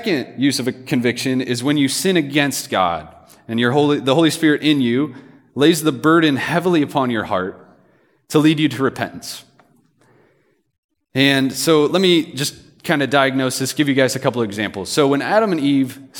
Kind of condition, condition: setting, live audience